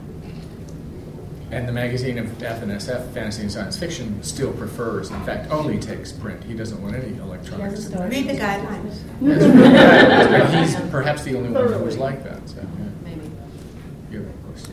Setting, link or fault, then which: setting, live audience